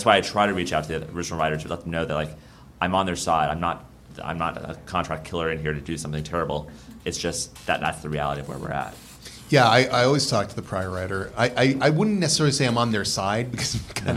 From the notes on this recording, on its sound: take questions from the audience